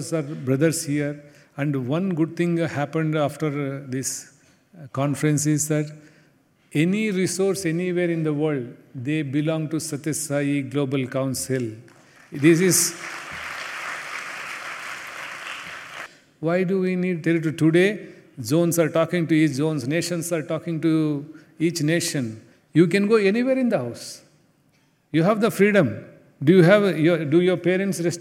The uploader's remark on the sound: Address during the Center Leaders Conference in Prasanthi Nilayam.